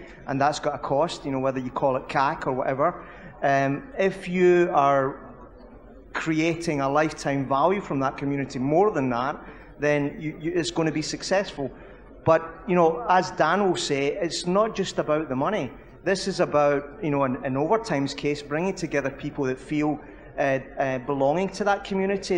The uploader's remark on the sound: To bring the SportsPro OTT Summit to a close at the Tottenham Hotspur Stadium